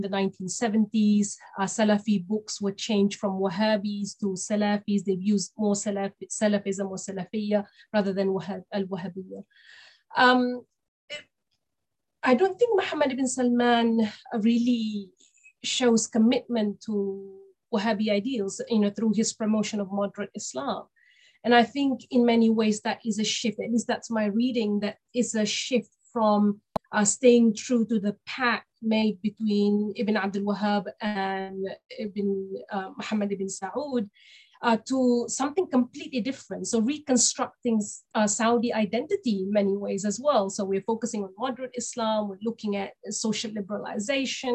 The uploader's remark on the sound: This public talk was conducted online via Zoom